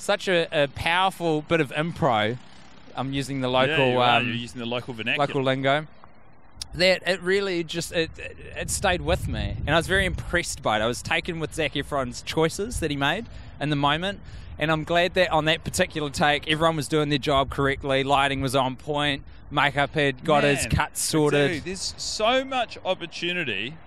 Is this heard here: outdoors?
yes